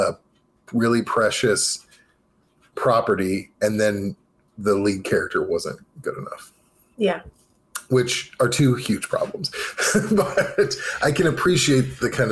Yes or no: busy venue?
no